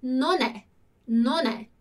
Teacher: com essa pronúncia que cola o non e o E